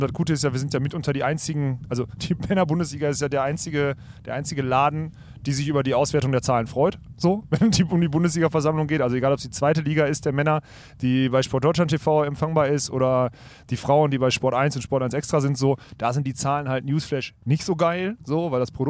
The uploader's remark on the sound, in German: Diese Episode haben wir brandheiß aus München während es Aufbaus bei der German Beach Tour aufgenommen.